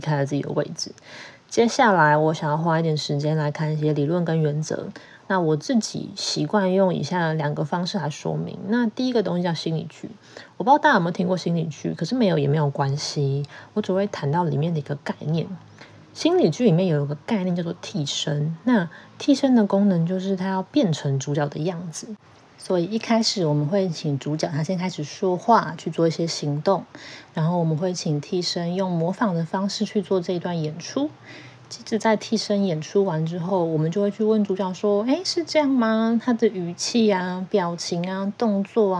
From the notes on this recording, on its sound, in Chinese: 很多受迫性的背景雜音，我盡力了，請大家見諒。